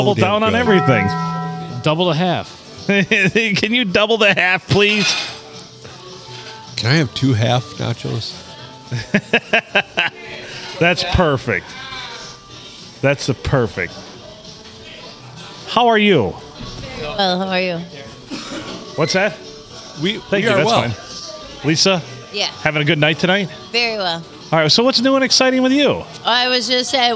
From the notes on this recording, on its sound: Recorded at the Blue in lovely Port Sanilac on a Monday night